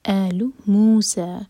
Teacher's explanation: مو اور سَى دونوں برابر دو حرکہ لمبا، مد طبعی ہیں دونوں، سَى بھی دو حرکہ ہوگا، اس کو چھوٹا نہیں ہونے دینا.